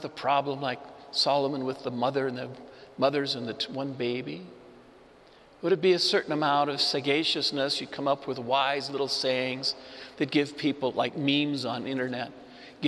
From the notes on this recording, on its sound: Homily delivered to the Saint Francis Catholic Community in Cuenca, Ecuador.